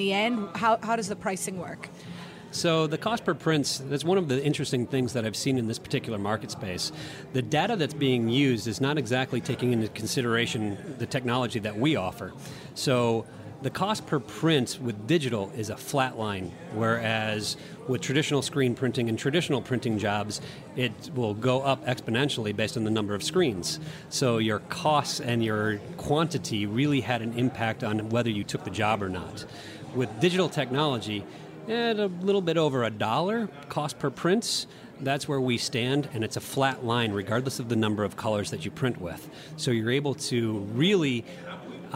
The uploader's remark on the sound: on location at TexWorld USA in New York